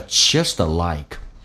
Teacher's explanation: just alike 有一个连音叫 justt，在美式发音要被浊化，叫 justalike，我们是恰好相同的，恰好是一样的，justalike。At this moment, at t 去掉，这叫略音。At this moment,在这此刻。那么，and in all, and